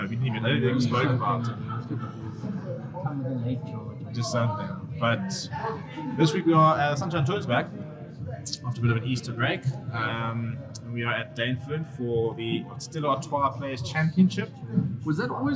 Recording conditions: background noise